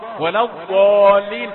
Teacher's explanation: ولو ضاء ولو ضاء، لما اجي اقول بضانين اقول بضانين للسوسي، لما اجي اقول بضانين ضاد تيجي ضاد، ولو ضالين ما فيهاش ضاء، ما فيهاش صفه لثويه